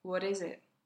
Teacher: the t sounds more like a d in his American accent